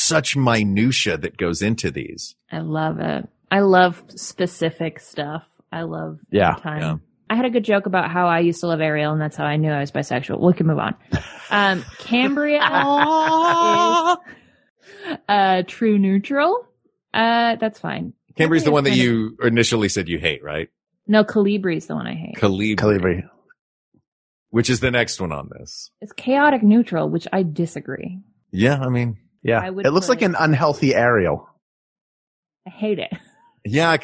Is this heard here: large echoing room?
no